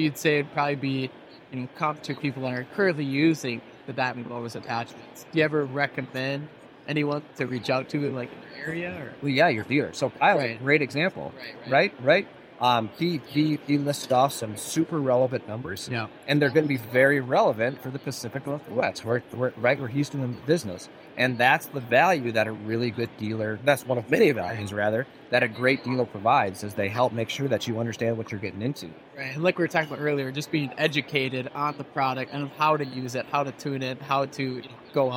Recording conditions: background noise